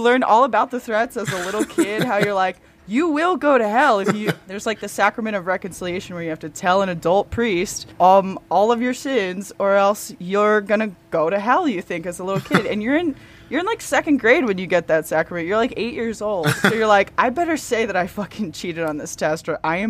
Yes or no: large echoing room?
no